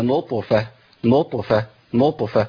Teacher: اول خطا يا بني هو المبالغه في القلقله عند نطق الطاء الساكنه